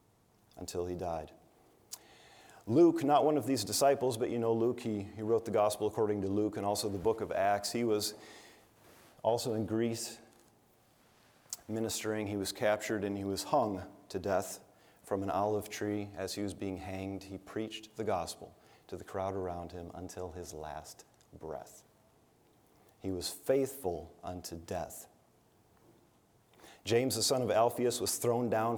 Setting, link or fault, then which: setting, large echoing room